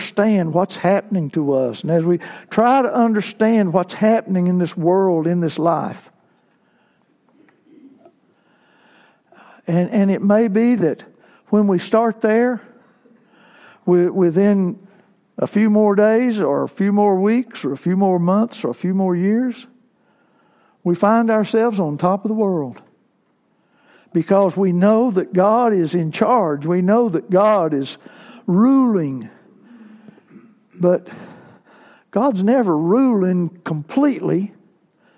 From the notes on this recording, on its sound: Worship service segments recorded on Palm Sunday, April 14, 2019